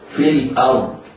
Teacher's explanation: راء في الأرض، راء ساكنة بعد فتح حكمها التفخيم، في الأرض، والضاد مفخمة رغم أنها مكسورة فهي في أدنى مراتب التفخيم